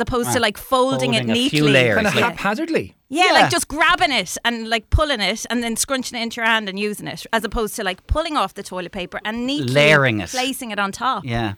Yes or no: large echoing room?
no